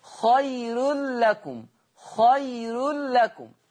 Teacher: قرأ ورش بترقيق الراء وصلا، قرأ ورش بترقيق الراء وصلا، وأنا بتك على كلمة وصلا، في خير الرورو مش رو بفخم، خير لكم.